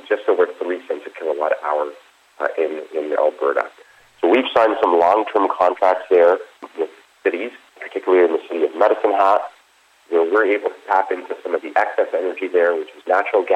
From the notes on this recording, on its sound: called in to SmallcapVoice.